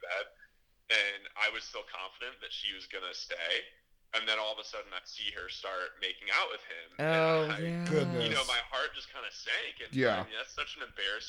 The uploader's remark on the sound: we do a 45 minute phone interview